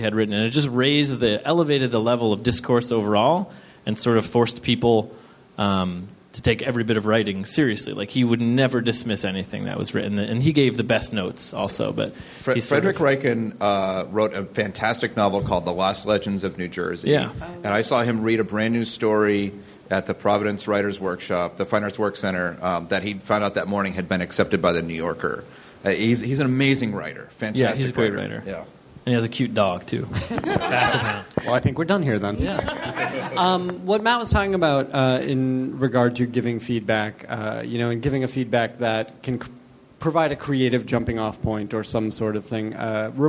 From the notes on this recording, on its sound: Recorded at 61Local in Brooklyn on October 1, 2012.